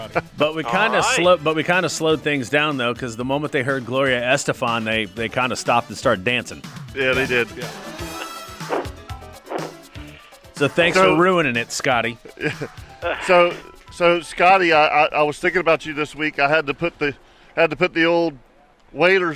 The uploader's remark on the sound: LIVE from Tire Outlet